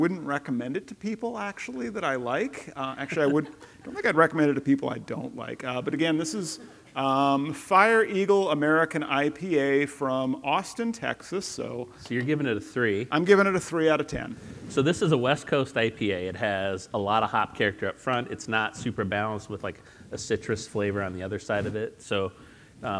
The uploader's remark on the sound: Live from Austin, Texas. Live on stage, from HyperConnect 2023.